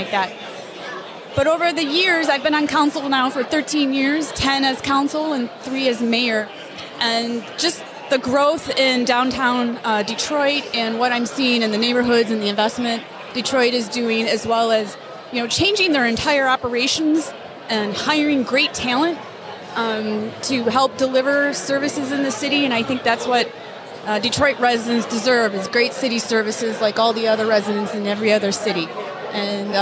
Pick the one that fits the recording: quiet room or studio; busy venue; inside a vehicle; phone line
busy venue